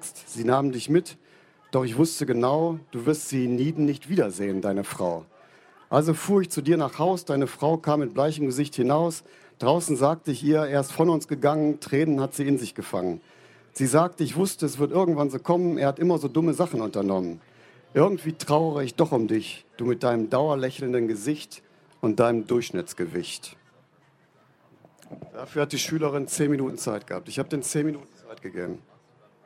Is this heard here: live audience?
yes